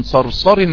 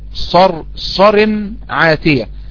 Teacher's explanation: الصاد دي حرف صفير، حرف إطباق، حرف تفخيم، حرف قوة، حرف جهر